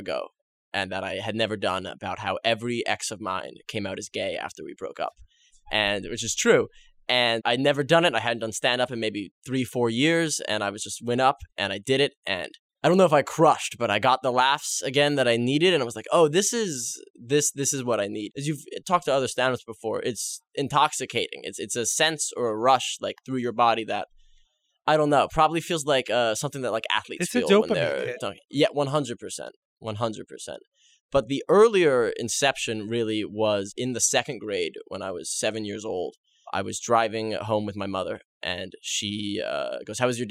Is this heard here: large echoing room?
no